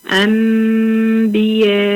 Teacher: قلب النون الساكنة او التنوين ميما مخفاة مع مراعاة الغنة · Term: حكم الإقلاب